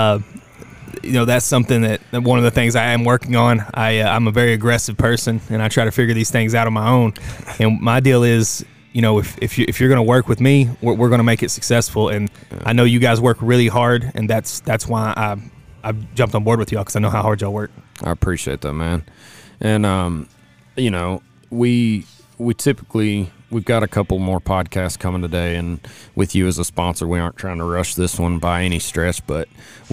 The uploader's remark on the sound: Live from the Lane Frost Brand booth in Guthrie, Oklahoma at the Bullnanza Xtreme Bulls Event